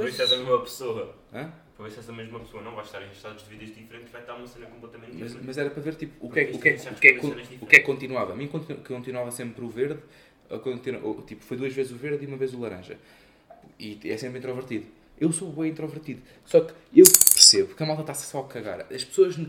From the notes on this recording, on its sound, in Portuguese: Choveu, contudo também esteve sol nesta gravação. O episódio tem estalos na gravação com o objetivo de colocar o ouvinte na pele de alguém da Ucrânia neste momento.